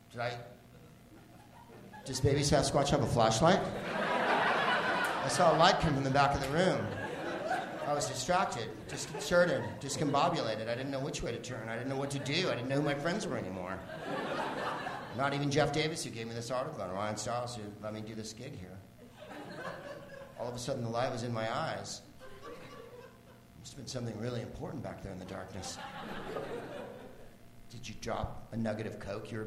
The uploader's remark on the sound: Live from The Upfront Theatre in Bellingham, WA